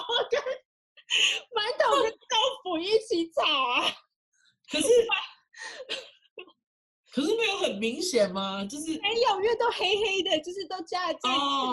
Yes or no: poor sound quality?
yes